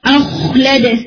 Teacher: غین کے اوپر قلقلہ نہیں ہونا چاہیے، خو کے اوپر نہیں ہونا چاہیے